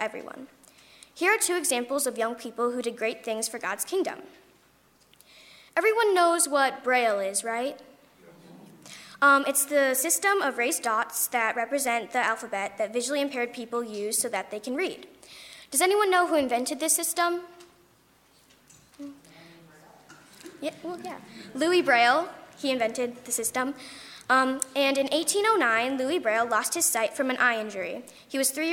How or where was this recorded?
large echoing room